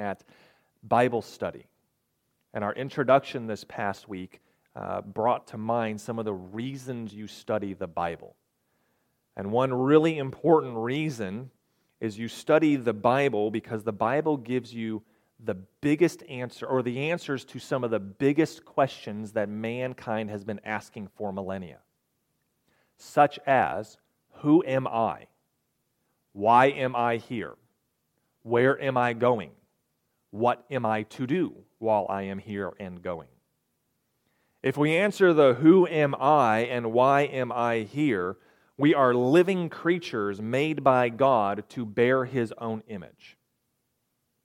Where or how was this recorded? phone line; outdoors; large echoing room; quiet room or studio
large echoing room